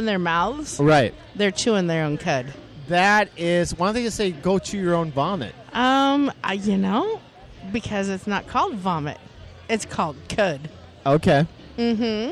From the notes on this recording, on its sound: Wisecrackin' Live from the State Fair! Are out at the ol Great Minnesota Get Together hanging out in the Independence-Alliance Party of Minnesota tent.